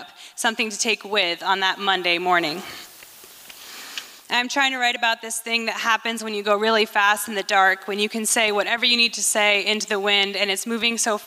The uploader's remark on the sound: recorded at the Liberty Theatre in Astoria, OR on Friday, February 24th, 2023.